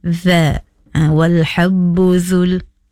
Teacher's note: Huruf dha, hujung lidah keluar sedikit dan menyentuh hujung gigi atas.